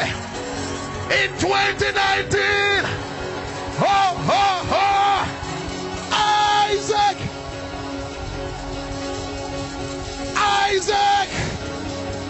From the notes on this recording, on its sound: This message was preached in 2019 at the Destiny Empowerment Chapel International.